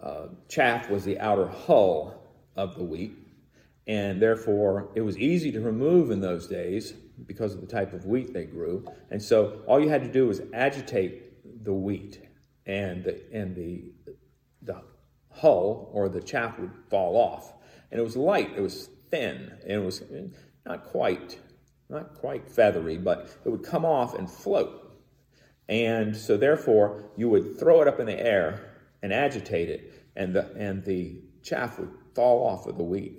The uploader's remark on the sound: Recorded in the sanctuary of MPPC on Sunday, January 9, 2022